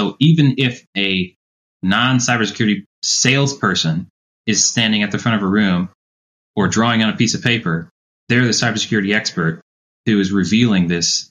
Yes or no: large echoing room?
no